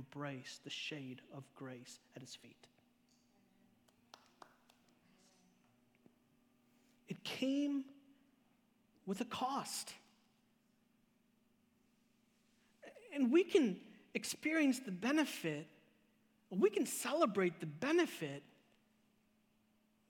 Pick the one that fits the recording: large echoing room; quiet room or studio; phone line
large echoing room